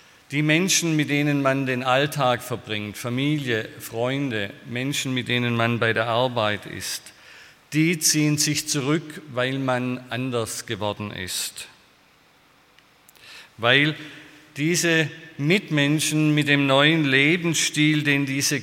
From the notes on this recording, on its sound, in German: aus dem Schwarzbrot-Gottesdienst der Missionsberg-Gemeinde (Liebenzeller Mission)